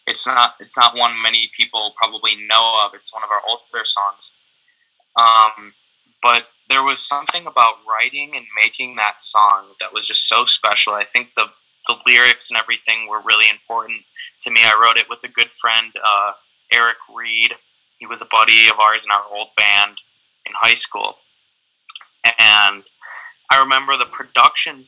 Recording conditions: poor sound quality